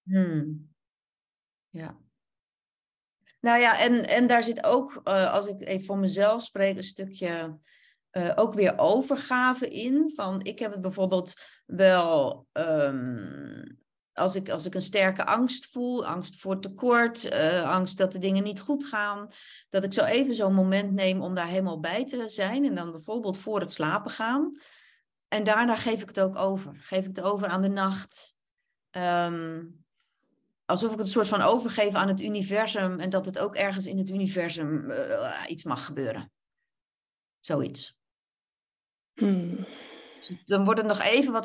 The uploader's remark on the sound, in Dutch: opname webinar